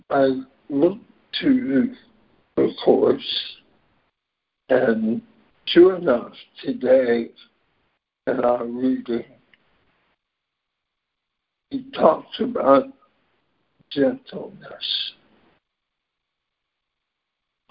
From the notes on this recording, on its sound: ACIM Daily Conference Call